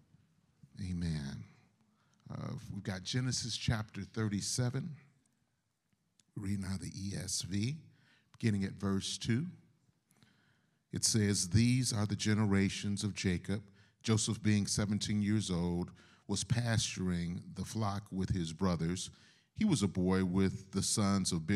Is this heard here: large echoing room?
yes